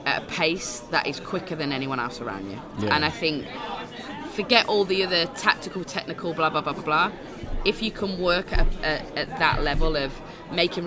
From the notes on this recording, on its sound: LIVE at United Soccer Coaches Convention PHL23. During the United Soccer Coaches Convention this past January.